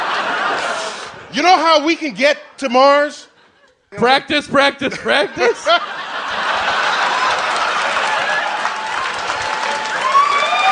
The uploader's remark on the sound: Live at the Bell House